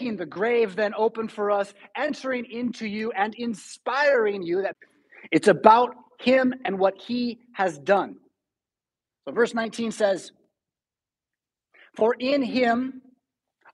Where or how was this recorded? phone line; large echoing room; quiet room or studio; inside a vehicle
large echoing room